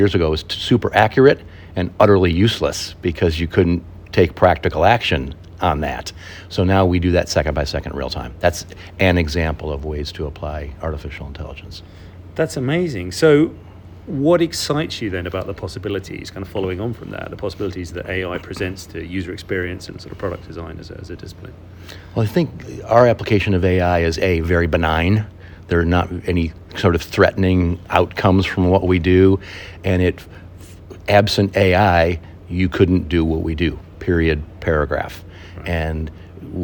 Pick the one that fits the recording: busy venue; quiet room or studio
busy venue